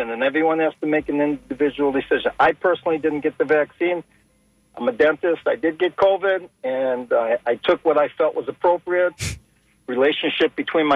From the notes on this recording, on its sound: unique magazine format call-in show